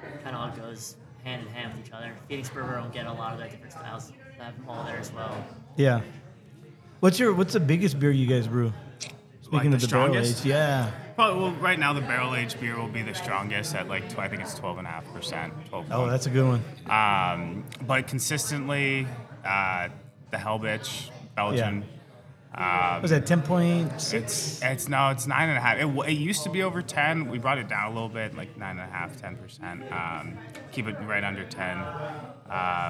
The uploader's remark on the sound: Recorded at Tap That Downtown in Phoenix, AZ on February 4, 2024.